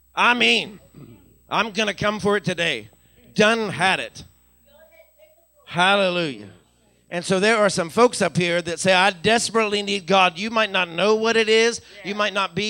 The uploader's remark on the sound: recorded from our Sunday Morning Live Service at Fresh Fire Church in Uniontown, PA